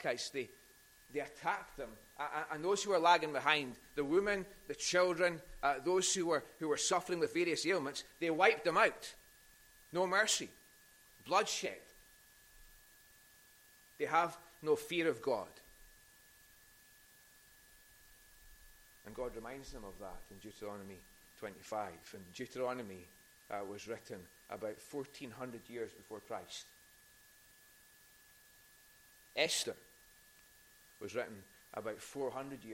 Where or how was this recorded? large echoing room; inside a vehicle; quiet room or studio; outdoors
large echoing room